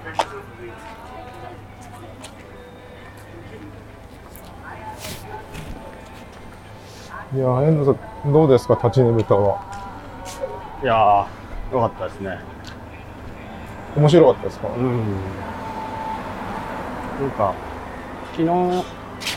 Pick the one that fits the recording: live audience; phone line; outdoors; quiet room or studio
outdoors